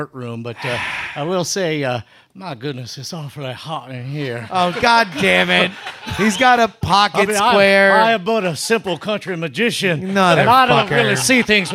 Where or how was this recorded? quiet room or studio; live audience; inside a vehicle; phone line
live audience